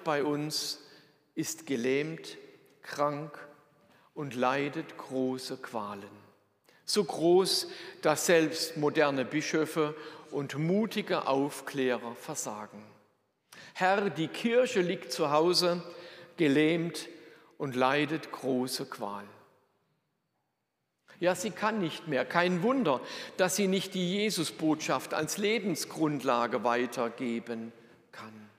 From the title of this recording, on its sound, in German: Predigt aus der Lutherkirche Plauen